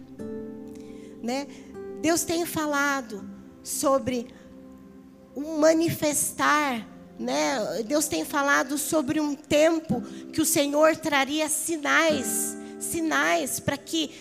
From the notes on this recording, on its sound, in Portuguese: Áudio do Culto de Domingo do dia 14/08/2022.